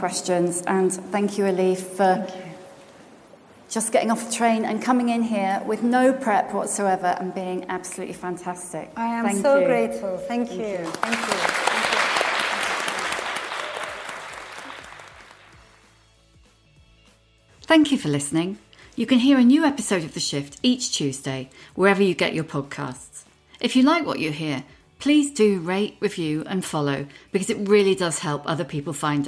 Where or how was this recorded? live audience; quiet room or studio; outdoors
live audience